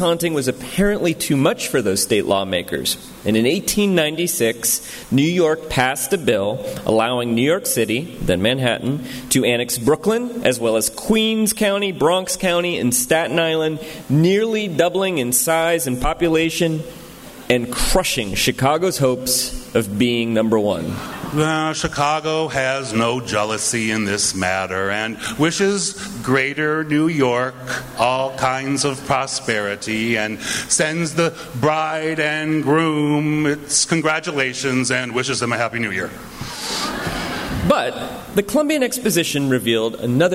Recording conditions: live audience